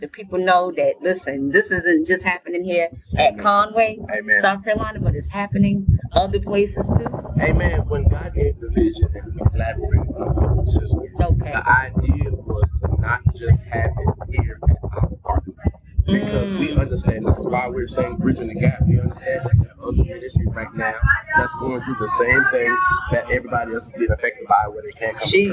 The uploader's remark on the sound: Live at New Voices New Vision Life Changing Church in Conway, SC for their Bridging The Gap Drive Thru Service! Snapshot interview.